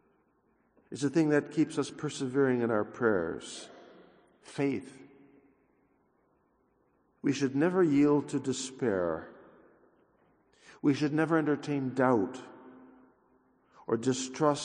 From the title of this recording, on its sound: 6:30 a.m. OF Mass